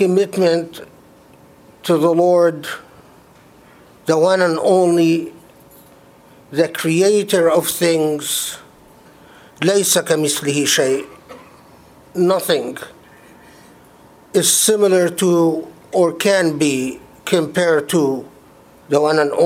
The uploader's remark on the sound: Delivered at the Islamic Center of Southern California, Los Angeles, CA on Friday, July 20, 2018.